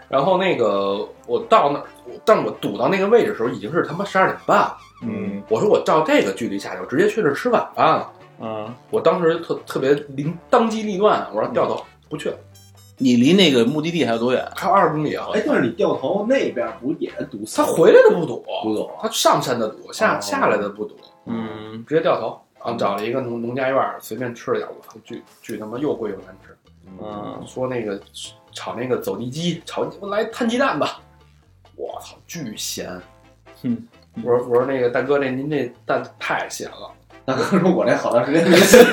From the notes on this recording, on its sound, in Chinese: 由于不可描述的原因，导致本期录音质量跟吃了屎似的，请大家原谅